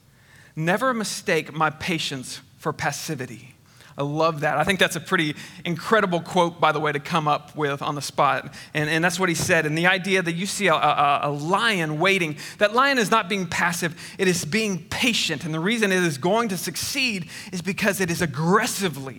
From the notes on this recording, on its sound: Recorded on 8/15/21 at Connection Point Church. Recorded on 8/15/21 at Connection Point Church.